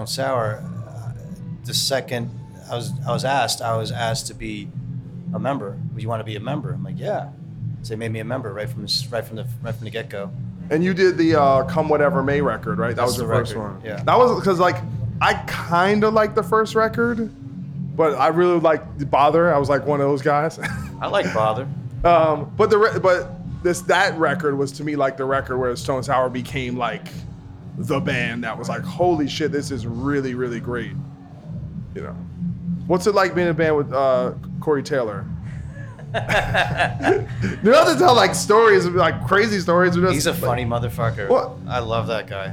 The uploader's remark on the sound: Live Show.